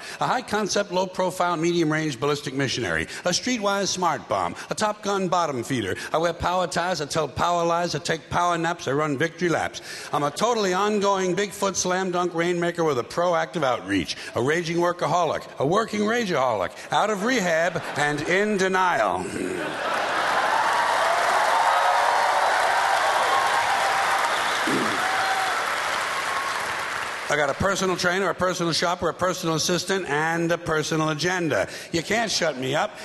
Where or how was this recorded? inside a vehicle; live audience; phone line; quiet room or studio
live audience